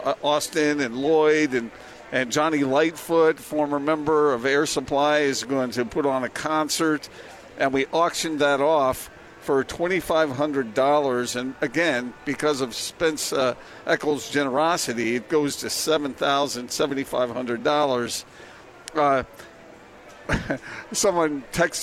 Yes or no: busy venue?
yes